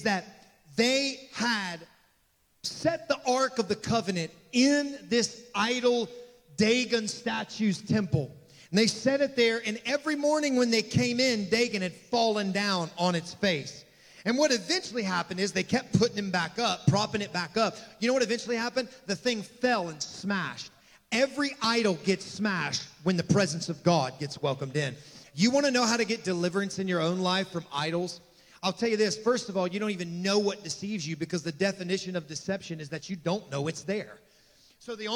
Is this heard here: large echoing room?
yes